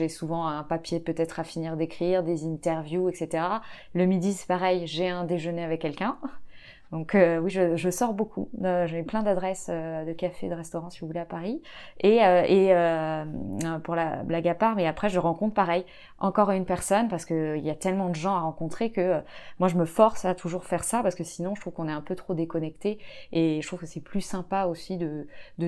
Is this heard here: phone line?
no